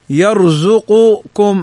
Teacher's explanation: ثم قال وتظهر أيضا إظهارا تاما نحو يرزقكم، يعني القاف تظهر مع الكاف